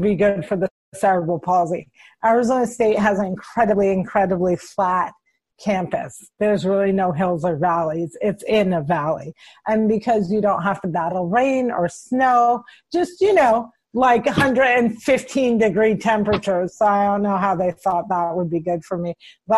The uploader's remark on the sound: She connected with me via Zoom during the coronavirus pandemic to check.